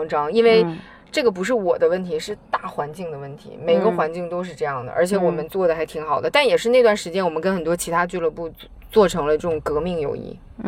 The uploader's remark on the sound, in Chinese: 这期是我们在车里聊了下她创业以来的一些故事跟心得。可能你会偶尔听到一些转向灯的声音，都是正常的，不过整体音质我觉得还OK啦。